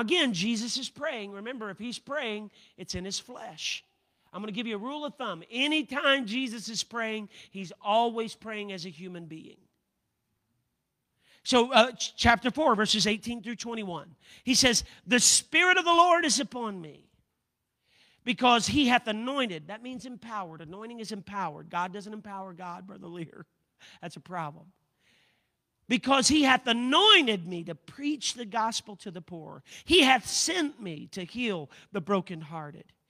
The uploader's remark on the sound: a service recording from Connect Point UPC